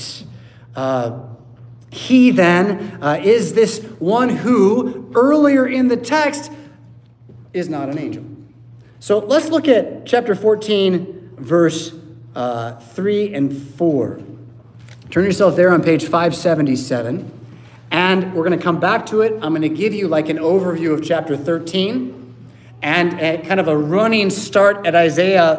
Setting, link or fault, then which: setting, large echoing room